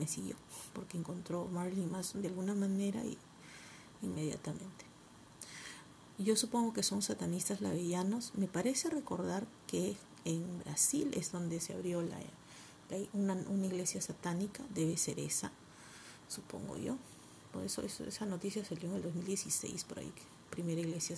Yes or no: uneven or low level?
yes